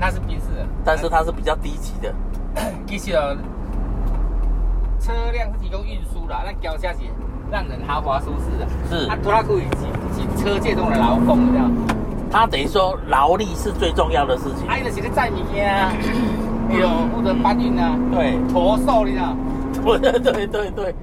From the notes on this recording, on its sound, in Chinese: 聯結車外景。台灣馬路有多平，這集的音質就有多好。